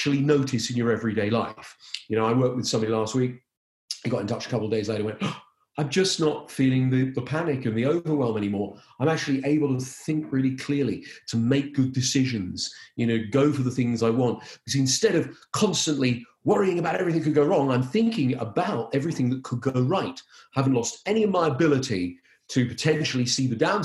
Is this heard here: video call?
yes